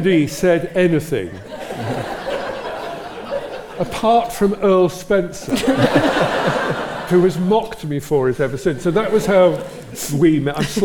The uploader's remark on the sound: Recorded during their live show at The Royal in Northampton. Answer questions from the audience.